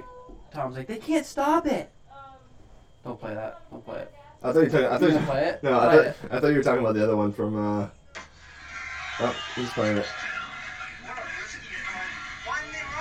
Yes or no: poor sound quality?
yes